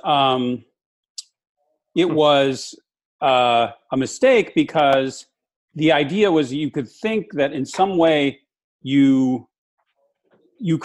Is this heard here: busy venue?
no